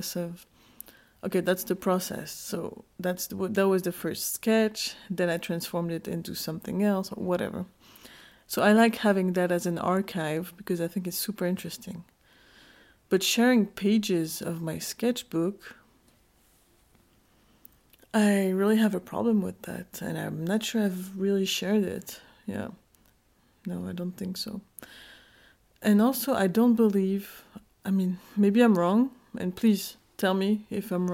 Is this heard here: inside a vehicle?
no